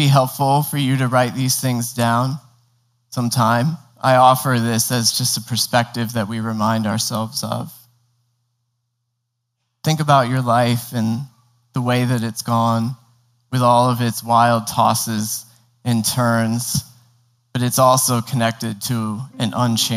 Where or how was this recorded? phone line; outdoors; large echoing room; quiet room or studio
large echoing room